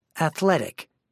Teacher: 3 syllables, main stress on the second syllable.